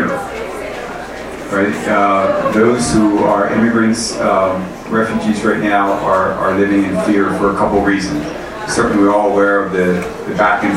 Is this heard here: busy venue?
yes